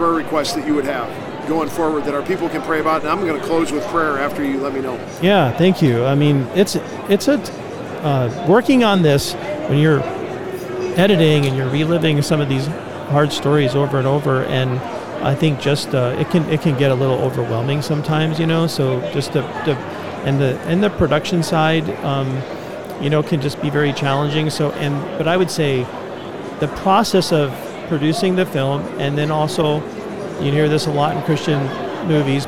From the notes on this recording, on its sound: LIVE from NRB 2022!